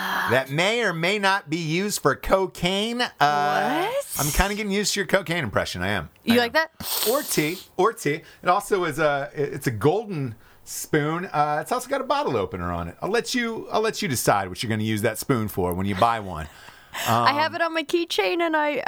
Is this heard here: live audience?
no